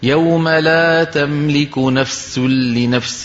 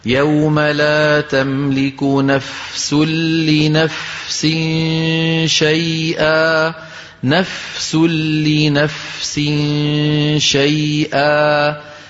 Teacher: فكثيرا ما نسمع من إخواننا يوم لا تملك نفس لنفس، بتلاقي صوت السين إيش طغى على صوت الفاء، فعلينا أن نقوي الضعيف فنقول يوم لا تملك نفس لنفس شيئا، نفس لنفس شيئا، فنعطي الفاء حقها من الهمس اللي هو جريان النفس والرخاوة اللي هو جريان الصوت · Shown in: second take